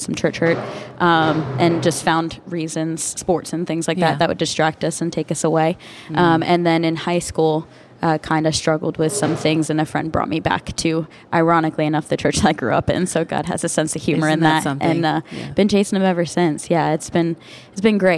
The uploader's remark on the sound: This episode was recorded at Amity Coffee Roasters in Greenwood, DE, as we sipped and savored our conversation and connection over the rims of mugs!